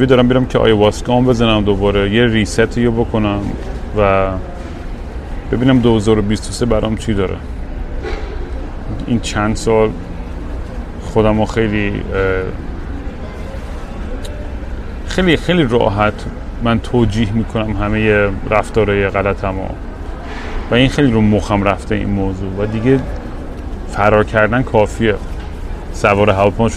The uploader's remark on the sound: Once again I am at an airport rambling nonsense into the microphone.